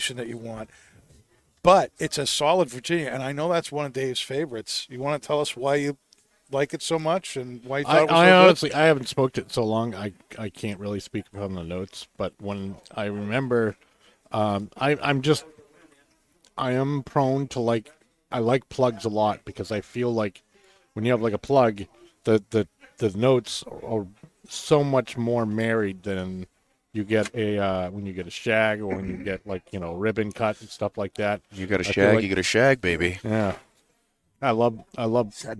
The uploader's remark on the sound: Recorded live from the 7-20-4 Lounge!